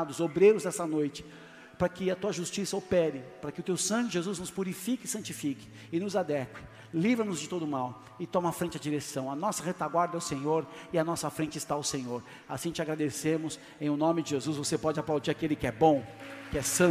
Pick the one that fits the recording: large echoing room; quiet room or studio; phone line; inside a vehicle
large echoing room